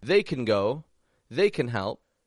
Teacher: When I drop the A from the word can, and I just make it a can, it allows me to connect the words around it effectively so that all of these words come to sound like just one big word.